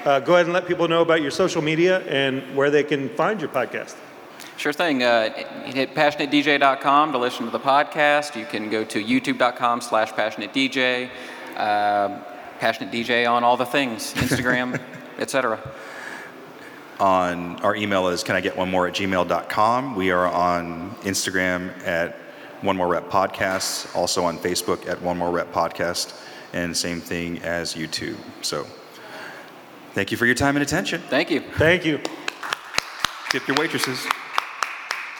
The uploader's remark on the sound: Live From Dayton Podfest. Spoke in front of a crowd.